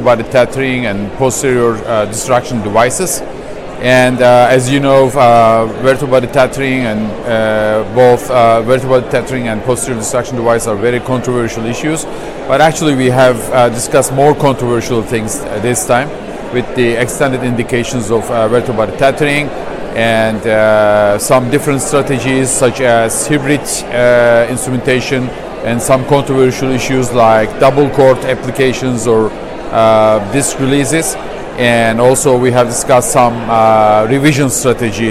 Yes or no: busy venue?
yes